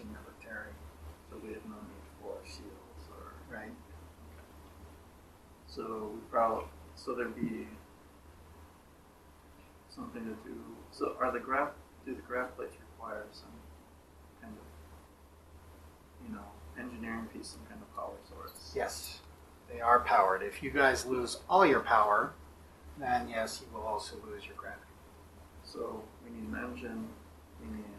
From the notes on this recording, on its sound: The first two episodes have audio issues as I learned how to record table audio better.